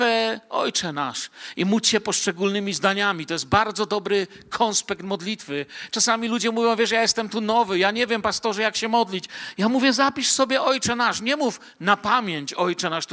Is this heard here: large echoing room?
yes